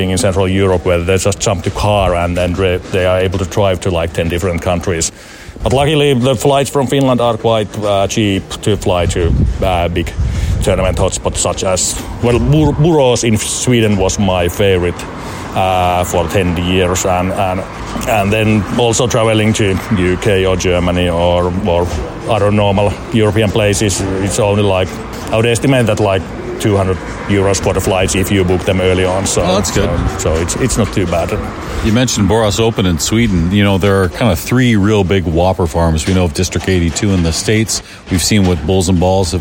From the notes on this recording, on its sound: This is an interview recorded at IFPA 18 in Germany.